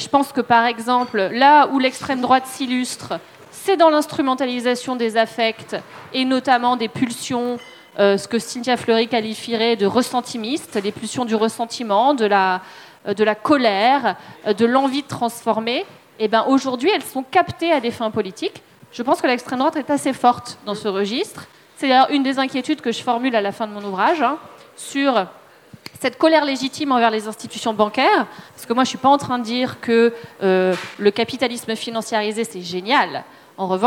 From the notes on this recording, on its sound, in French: Conférence enregistrée en public à la REcyclerie, en partenariat avec le podcast Présage.